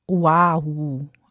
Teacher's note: Dieses kleine umgedrehte Apostroph zwischen dem O und dem A, das heißt Okina und ist so eine Art Stimmabsatz, so wie bei Hawaii.